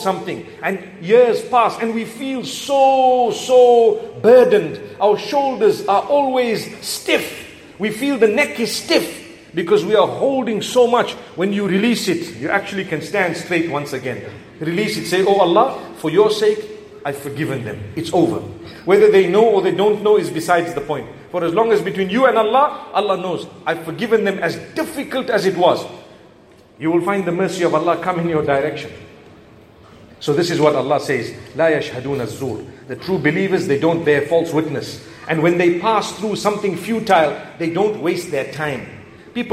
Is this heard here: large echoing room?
yes